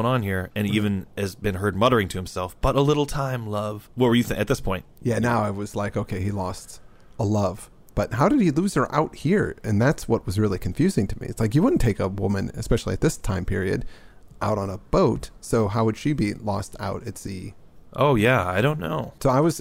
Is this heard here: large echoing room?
no